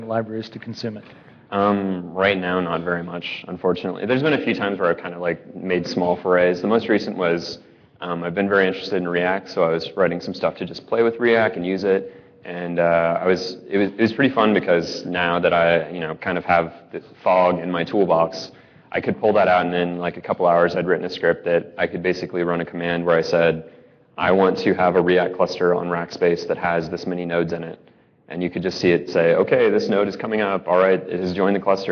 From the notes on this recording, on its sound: live from Red Dirt Ruby Conf.